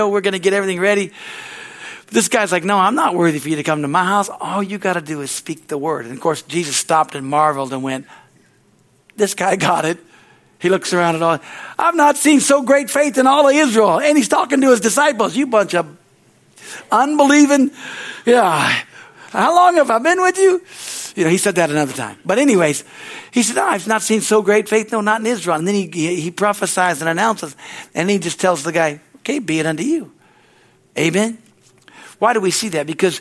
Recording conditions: large echoing room